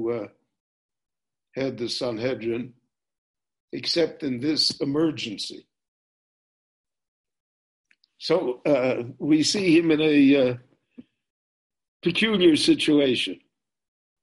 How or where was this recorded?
video call